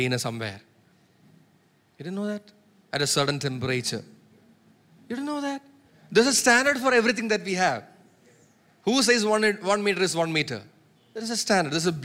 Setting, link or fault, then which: setting, large echoing room